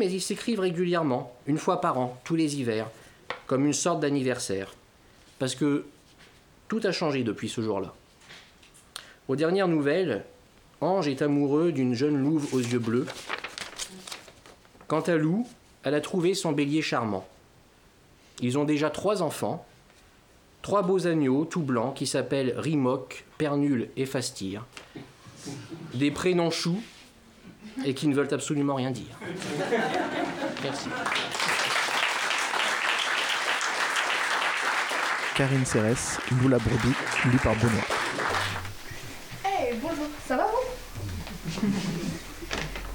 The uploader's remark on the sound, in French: Émission de lecture en publique Enregistrée le 13 Novembre à la Librairie des Signes à Compiègne. Avec les acteurs de l'atelier Théâtre du Le Bord de l'Eau.